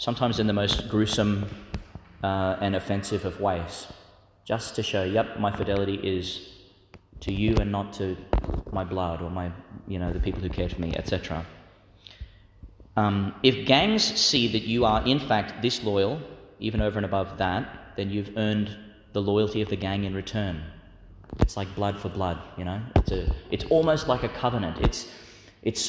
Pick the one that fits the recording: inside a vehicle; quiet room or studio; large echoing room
large echoing room